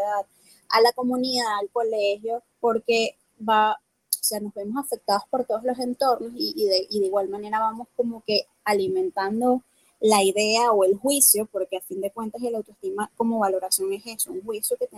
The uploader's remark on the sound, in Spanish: un episodio que fue grabado vía un VoiceChat de Telegram